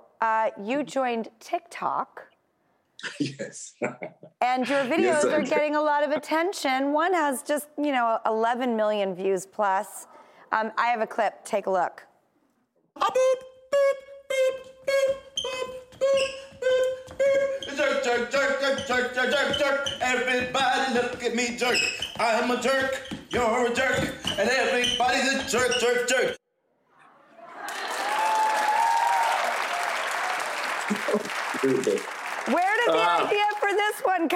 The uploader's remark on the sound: we've filled the entire studio audience with singles looking to make a love connection